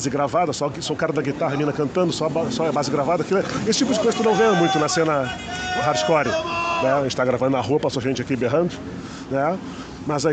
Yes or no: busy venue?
yes